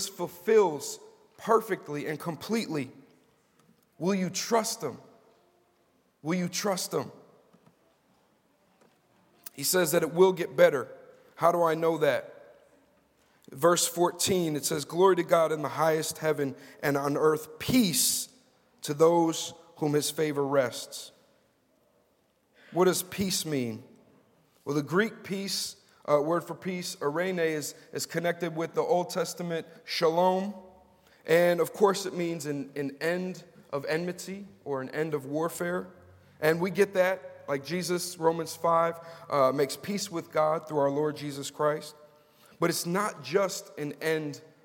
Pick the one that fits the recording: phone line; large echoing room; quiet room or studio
large echoing room